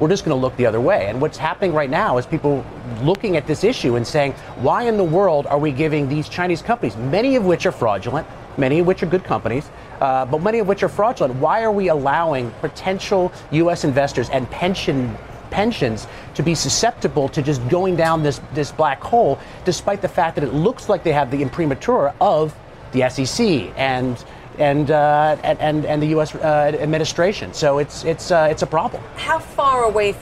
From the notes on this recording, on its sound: live from the New York Stock Exchange